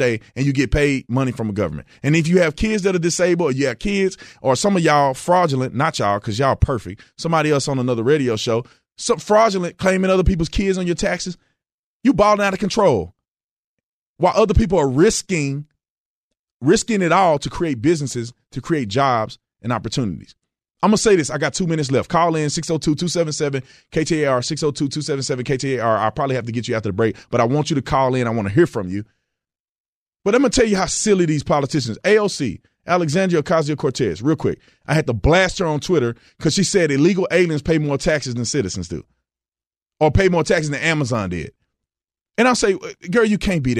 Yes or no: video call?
no